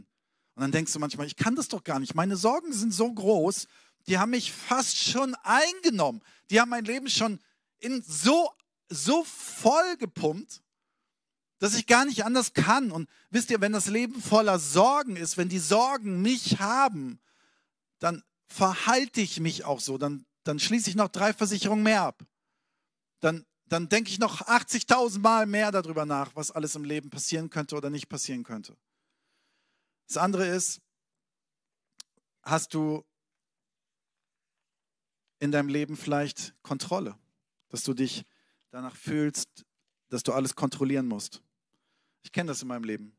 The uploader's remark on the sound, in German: Sonntagspredigt aus dem Standort Bochum.